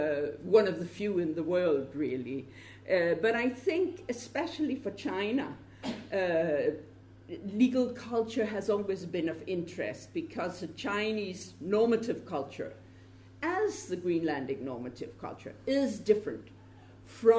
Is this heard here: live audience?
yes